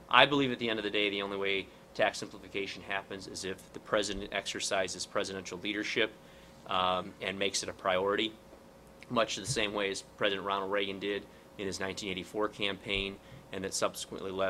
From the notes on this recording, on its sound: WASHINGTON, DC. Delivered a speech to a luncheon meeting of The Ripon Society.